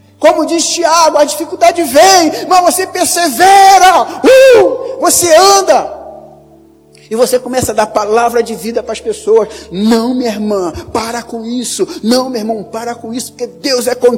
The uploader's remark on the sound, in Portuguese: Áudio da mensagem ministrada no Culto da Vitória realizado na Quinta-Feira, 14.